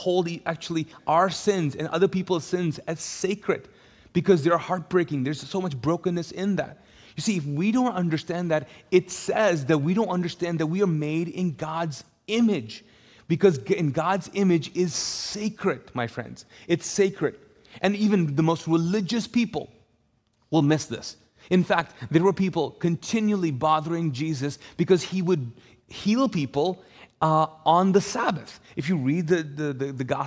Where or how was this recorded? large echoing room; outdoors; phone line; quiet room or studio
large echoing room